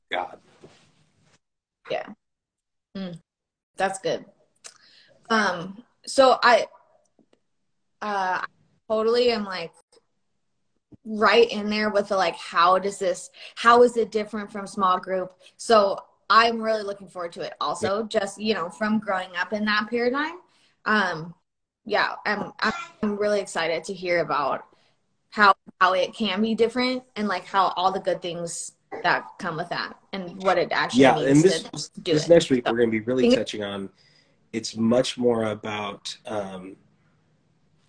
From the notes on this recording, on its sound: instagram live conversation